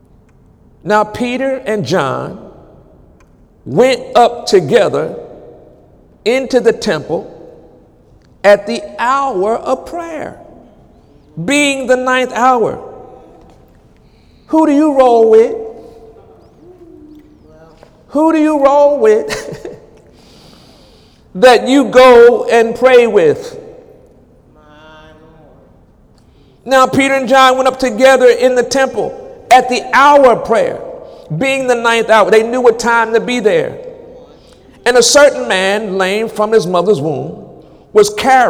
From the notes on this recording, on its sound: During Wednesday night service on August 9, 2017